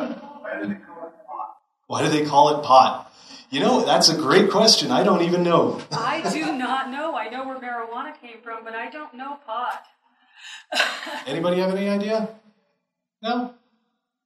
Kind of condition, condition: setting, live audience